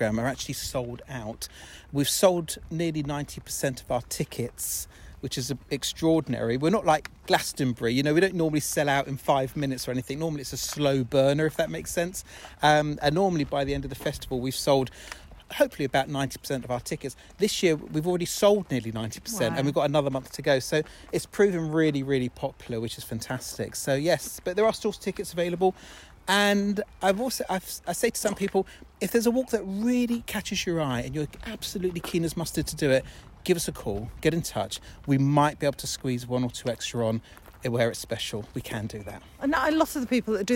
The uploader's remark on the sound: Laces up her walking boots and takes her dog for a stroll.